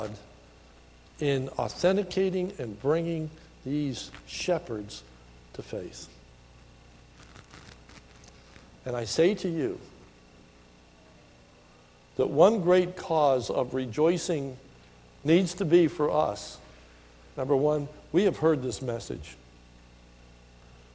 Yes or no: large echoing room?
yes